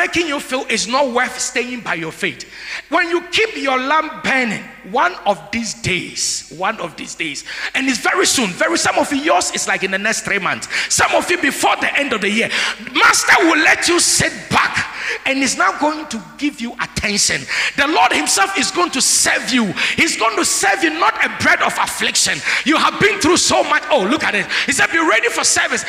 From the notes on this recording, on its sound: Sermon preached at CBC Shiashie Campus